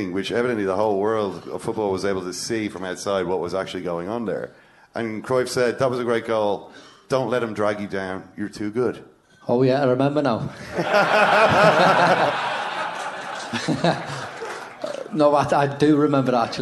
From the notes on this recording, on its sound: Second Captains Premier League Night with Cadbury in The Sugar Club. Came chock-full of football legends, incomprehensible Dublin accents and bold predictions.